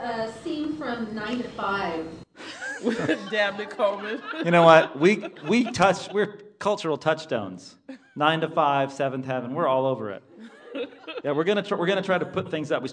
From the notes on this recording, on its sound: This podcast recorded in front of a live studio audience. We came to a movie theater in "the ELC," (the Cerrito Speakeasy -- thanks guys!).